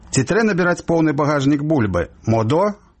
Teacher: У нашай мове словы скарачаюцца коштам пропуску цэлых складоў, а не асобных галосных.